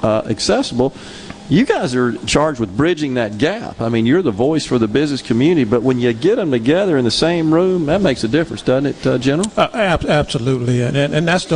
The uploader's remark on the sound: LIVE from the MS Trade Mart for MEC Capital Day